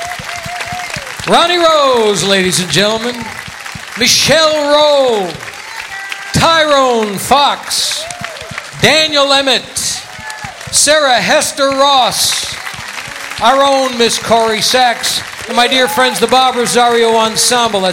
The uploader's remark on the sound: Live at the South Point Casino